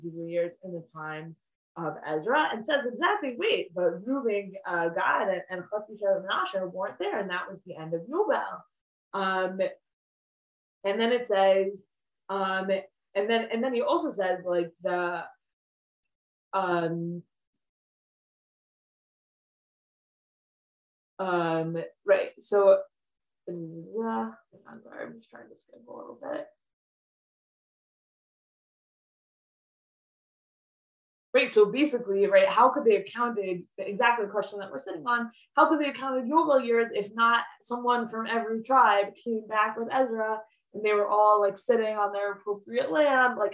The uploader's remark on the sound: This audio was originally captured from Zoom on 10/18/2021 as part of Drisha's Fall Zman.